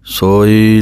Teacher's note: ਲਘੂ ਮਾਤਰਾ ਅਤੇ ਦੀਰਘ ਮਾਤਰਾ ਹੈ, ਇਸ ਕਰਕੇ ਦੀਰਘ ਮਾਤਰਾ ਜੋ ਹੋੜਾ ਹੈ ਉਹਦੀ ਆਵਾਜ਼ ਥੋੜ੍ਹੀ ਜਿਹੀ ਜ਼ਿਆਦਾ ਦੇਣੀ ਹੈ। ਮਿਕਸ ਕਰਕੇ ਬੋਲਣਾ ਹੈ ਦੋਵਾਂ ਮਾਤਰਾਵਾਂ ਨੂੰ।